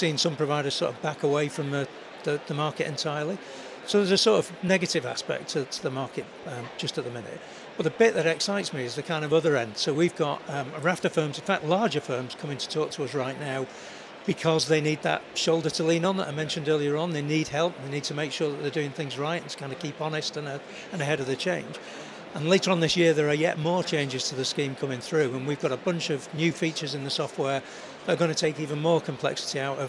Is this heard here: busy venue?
yes